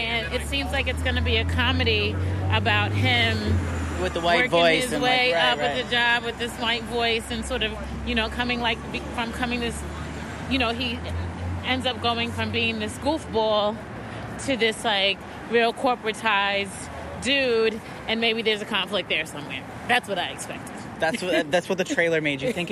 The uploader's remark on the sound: The duo set out for the streets of Upper West Side to record their thoughts before and after the film.